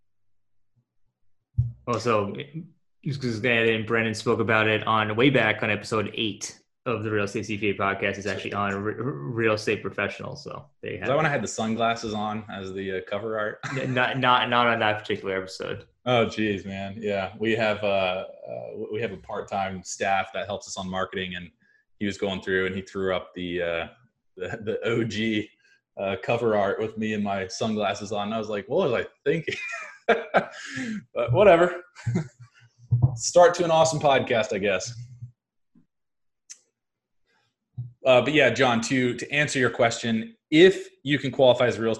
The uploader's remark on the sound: This recording is from a webinar we held for members of our email list and the Cash Flow Community.